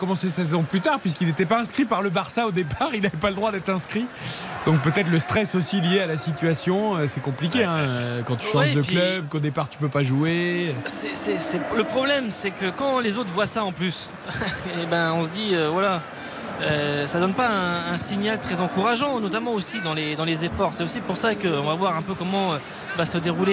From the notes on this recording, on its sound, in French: en direct du Stade de France